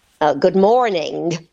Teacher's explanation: It's the long, drawn-out, rolling R.